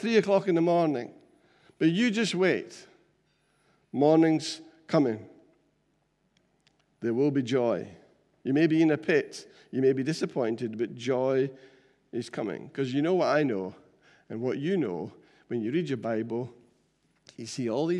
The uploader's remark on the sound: Recorded at freedomcentre church, Preston on Sunday 11th April 2021